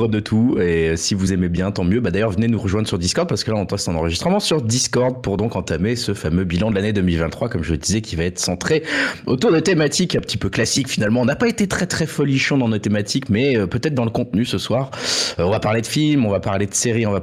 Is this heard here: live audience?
no